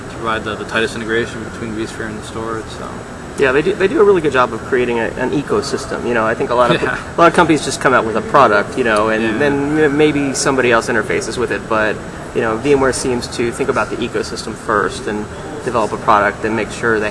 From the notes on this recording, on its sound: Live from the Charlotte VMware User Group. Record LIVE from the Charlotte, NC regional VMware user group meeting (VMUG). This was no ordinary VMUG with 700+ attendees, live labs, and expert speakers.